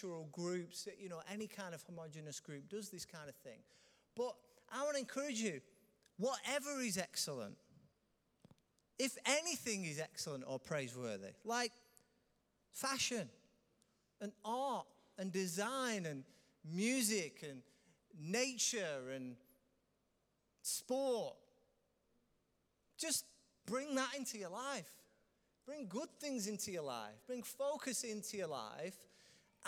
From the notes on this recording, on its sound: Recorded live at Life Church on Sunday 16th June 2019